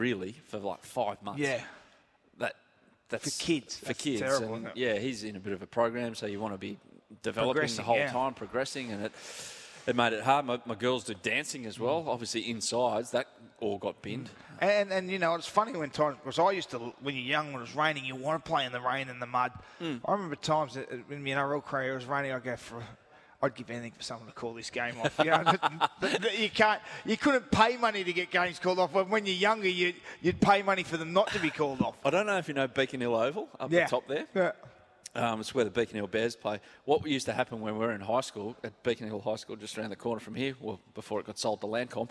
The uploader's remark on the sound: live from Seadoo in Brookvale